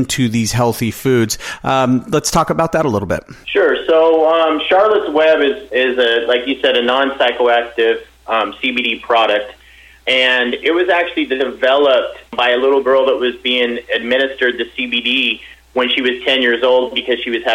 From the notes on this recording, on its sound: called in to SmallCapVoice